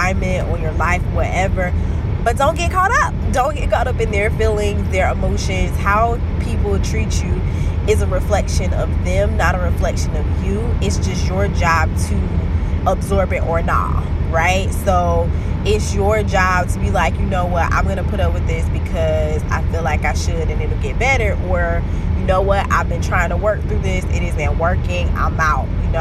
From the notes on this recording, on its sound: The audio is a bit raggedy for this episode (I was driving my old car because my battery or something died, don't know what happened, haven't made it to the dealership).